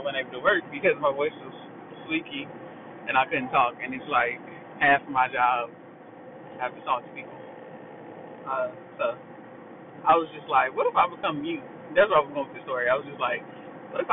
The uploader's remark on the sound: this a car episode the audio ain't the best